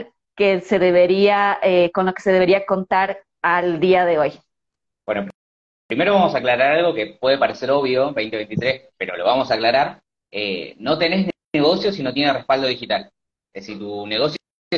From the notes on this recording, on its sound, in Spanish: el último live que tuvimos en nuestra semana de Travel Business Boost en Instagram